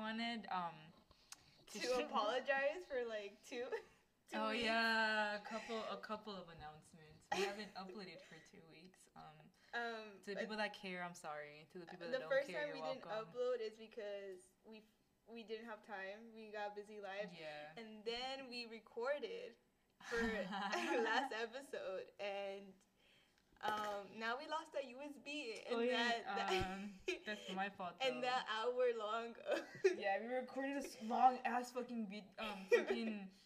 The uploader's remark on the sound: We apologize for the quality of this episode